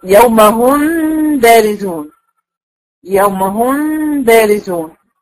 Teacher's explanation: انا بخفي الميم عند الباء، بس قبل ما بنطق الباء بكون عامله الغنه واديها الحركتين بتوعها · Term: اخفاء